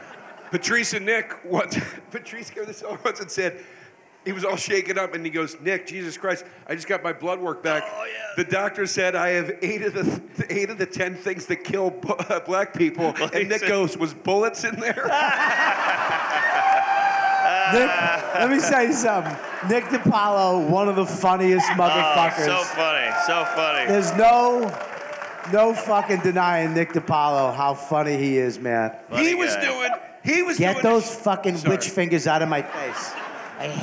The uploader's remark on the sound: Live from Skankfest! Live From Skankfest 2023.